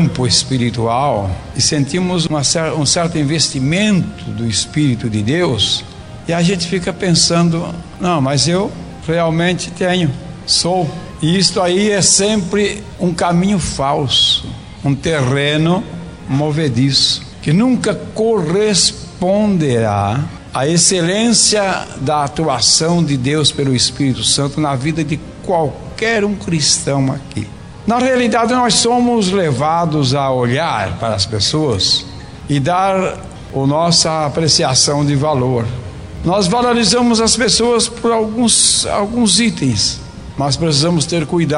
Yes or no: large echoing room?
yes